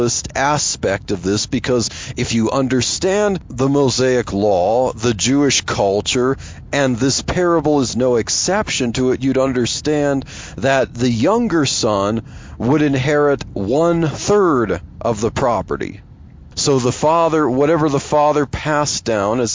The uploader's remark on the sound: I chat about Jesus and socialism while driving to work.